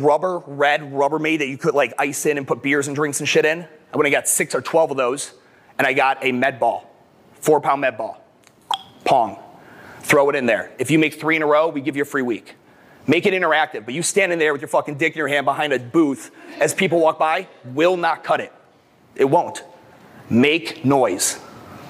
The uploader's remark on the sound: the keynote I gave at the 2022 MADabolic Franchise Conference